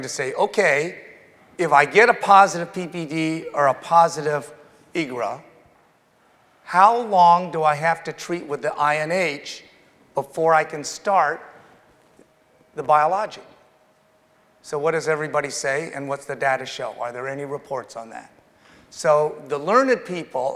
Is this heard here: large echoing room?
yes